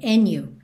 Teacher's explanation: Também há a possibilidade de soar and you, porque a gente também já sabe que esse D pode sumir e a gente juntar no N